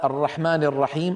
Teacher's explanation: الراء مشددة، لابد من أن ننطق راءين